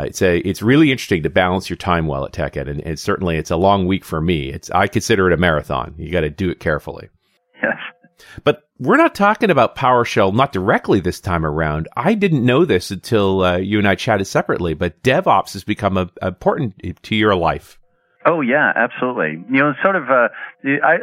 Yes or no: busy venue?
no